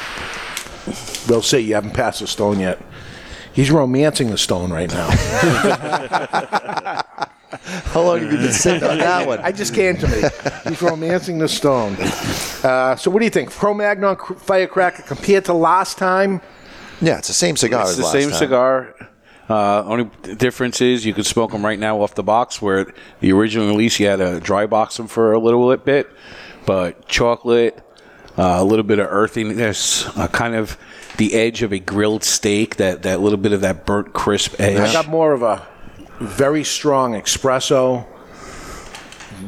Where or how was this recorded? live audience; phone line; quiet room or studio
live audience